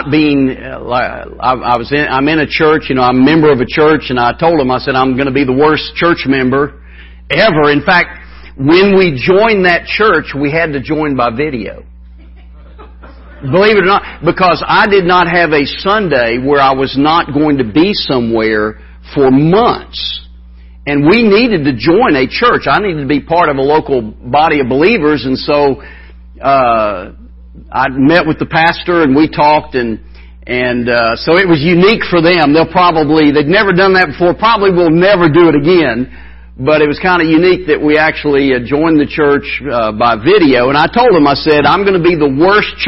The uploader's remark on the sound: Wednesday Evening Revival Service